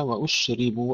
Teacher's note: الشين انتبهوا ألا نقلقلها، فيها همس متفشي وليس فيها قلقلة